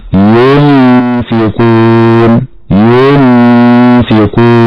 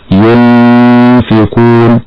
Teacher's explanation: ينتقل من الياء المضمومة إلى النون مباشرة فيقرأ بإخفاء هذه النون بمقدار حركتين · Shown in: second take